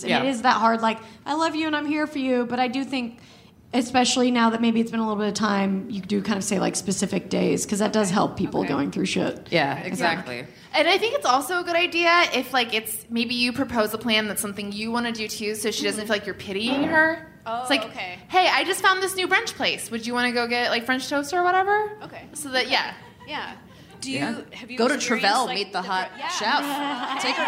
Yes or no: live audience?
yes